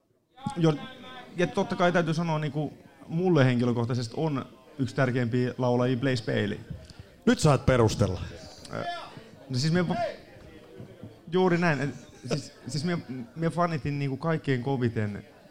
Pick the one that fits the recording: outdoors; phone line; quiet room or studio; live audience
live audience